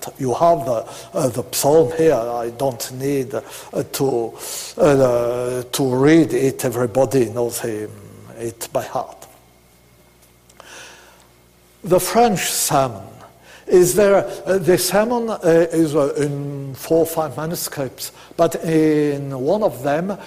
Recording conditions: large echoing room